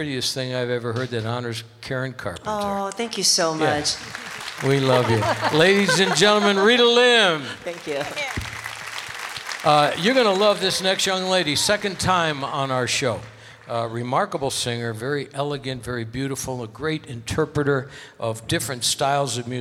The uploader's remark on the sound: Live at the South Point Casino